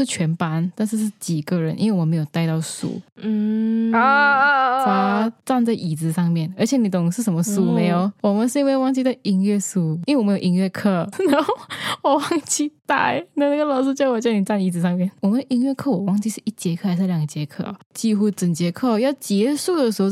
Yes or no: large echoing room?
no